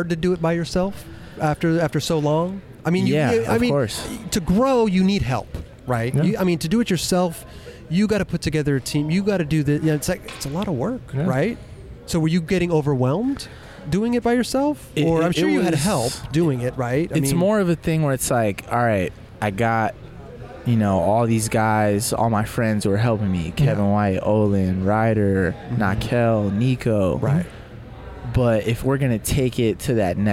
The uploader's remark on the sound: We were on location at the Egyptian Theater in Hollywood, CA for the premier of the new Lakai Footwear video